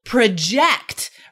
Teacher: But did you know that the meaning totally changes as a verb spelled the same? Emphasis on the second syllable